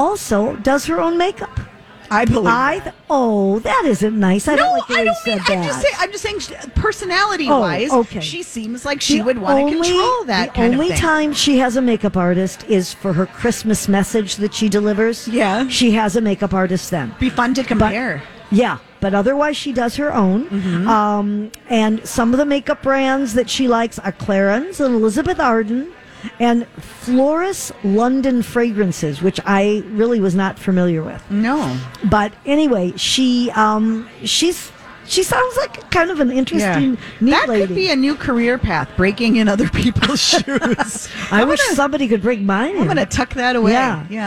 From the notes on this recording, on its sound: Live at the General Store of Minnetonka